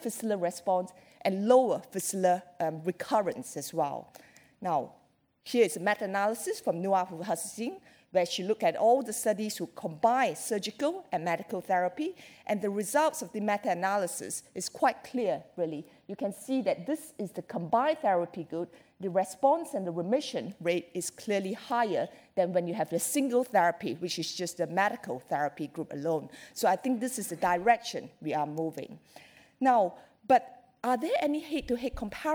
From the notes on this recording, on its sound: This session from St Mark's Hospital's Frontiers 2019.